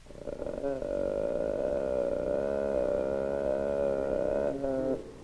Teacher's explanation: The vocal cords beat in a syncopated rhythm with a long closed phase following every second beat. · Term: vocal fry